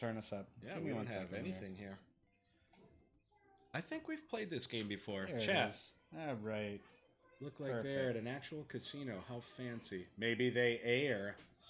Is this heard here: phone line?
no